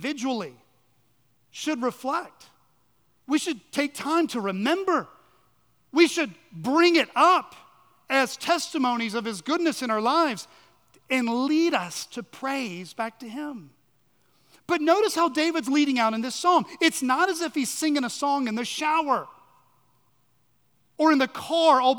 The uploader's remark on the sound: On the morning of June 11, 2023, at Chaffee Crossing Baptist Church in Barling, AR.